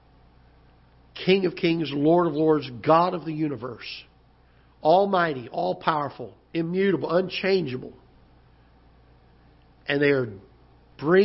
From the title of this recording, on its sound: Ketha Heights Baptist Church ~ Live Broadcast